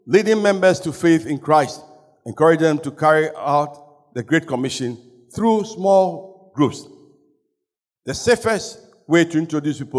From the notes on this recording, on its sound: Sermon preached at CBC Shiashie